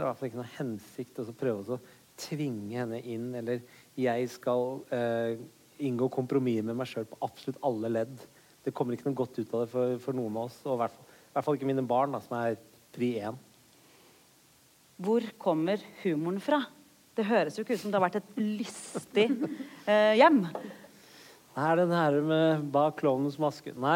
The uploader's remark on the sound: Live fra Vinterlysfestivalen i Mo i Rana.